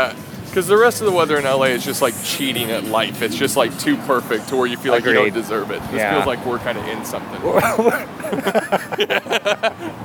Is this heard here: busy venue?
yes